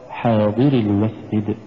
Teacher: يدفع دفعة لطيفة بالضاد، وهو الحرف السابق للحرف الأخير. فنلاحظ عند القراءة حاضر المسجد ولا تقرأ حاضر المسجد.